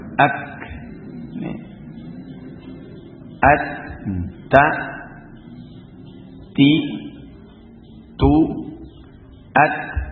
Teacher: Dengan sifat, memiliki sifat hamz, suaranya kuat, tapi juga memiliki kelemahan dari sisi hamznya. Bersamaan keluarnya suara juga ada sedikit nafas yang keluar.